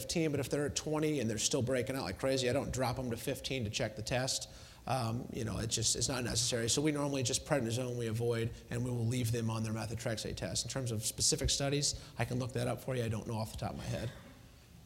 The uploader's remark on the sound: Was recorded at the 2013 Summer SDPA Conference in St. Louis.